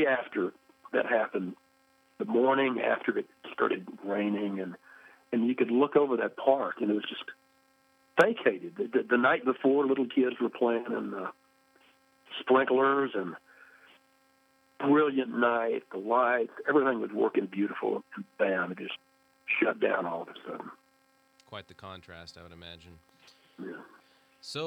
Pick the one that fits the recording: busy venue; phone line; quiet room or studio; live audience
phone line